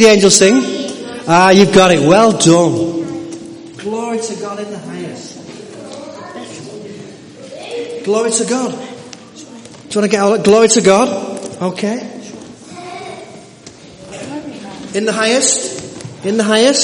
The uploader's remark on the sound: This sermon was part of the annual Nativity play. Audience participation was involved.